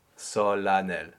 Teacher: And not even an A nasal, just an A. Just an A, no nasal vowel here, just an A